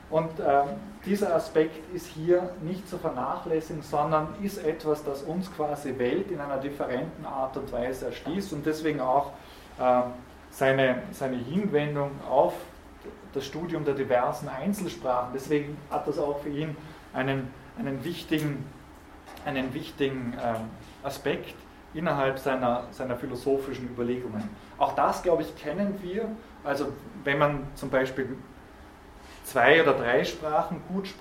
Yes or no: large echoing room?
yes